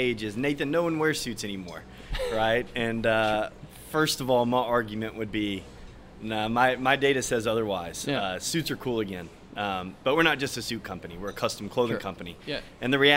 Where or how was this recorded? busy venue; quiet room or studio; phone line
busy venue